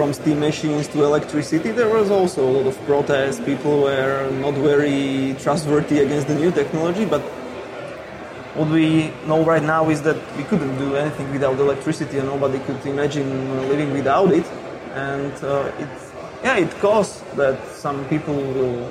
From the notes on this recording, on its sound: TEISS caught up with them at Mobile World Congress last month in Barcelona.